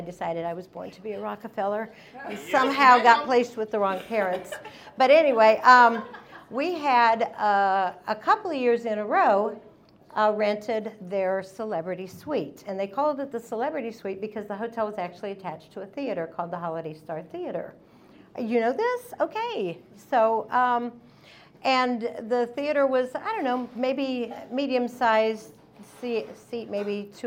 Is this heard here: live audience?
yes